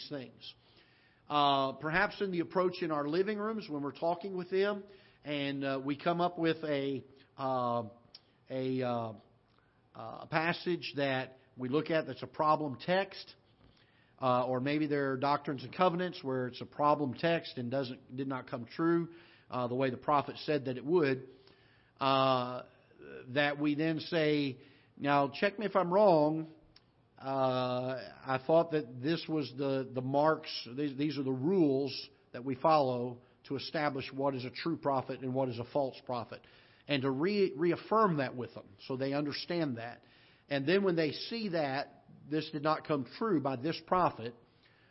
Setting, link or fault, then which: setting, large echoing room